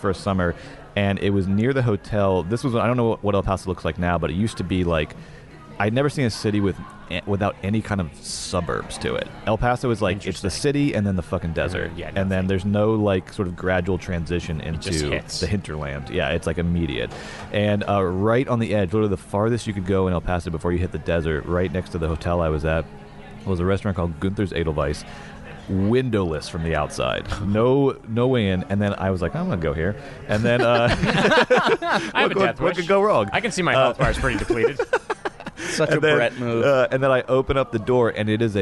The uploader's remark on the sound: recorded in the heart of downtown Austin during the ATX festival